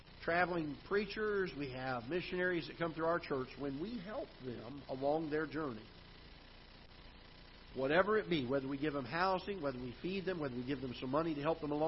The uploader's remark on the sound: Ketha Heights Baptist Church ~ Live Broadcast